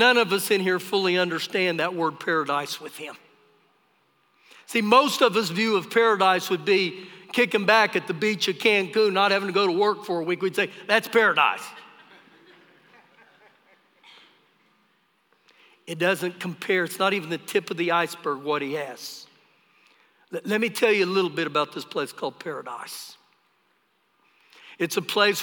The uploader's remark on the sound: Recorded live during our Sunday morning service